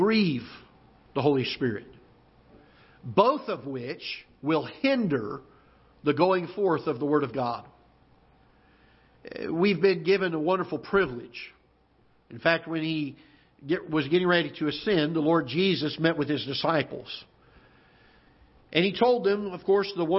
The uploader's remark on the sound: Ketha Heights Baptist Church ~ Live Broadcast.